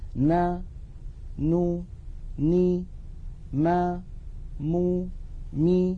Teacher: هذه الأصوات 6 فيها غنة أنقص ما تكون وهي متساوية في الزمن